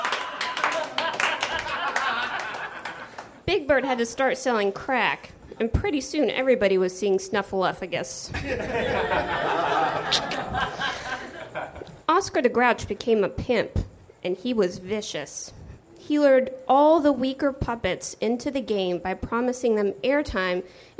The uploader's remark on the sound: Recorded at Nerdmelt Theater, Oct 16 2013.